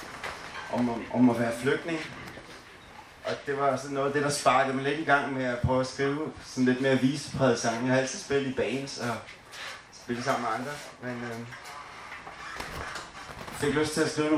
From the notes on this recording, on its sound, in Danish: Lyt med på denne live-optagelsen fra festivalåbningen, lørdag den 6.8.2022 i HF Prøvestenen på Amager. I teltet på plænen.